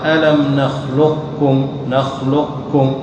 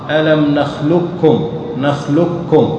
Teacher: الثاني قال القاف والكاف مخرجهما قريب وليست قوة القاف كقوة الحروف المطبقة فتدغم بالكلية ويصير تقرأها ألم نخلقكم نخلقكم بدون قاف، تشدد الكاف فقط، انزع القاف كلية وشدد الكاف · Shown in: second take · Term: إدغاما محضا